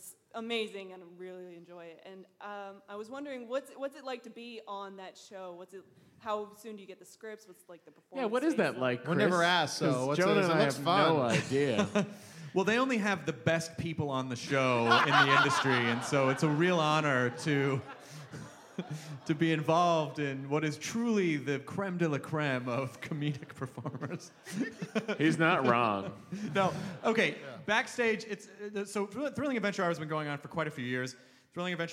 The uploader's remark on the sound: Recorded LIVE in DC. About 700 people showed up to this one and it was a BLAST and a half.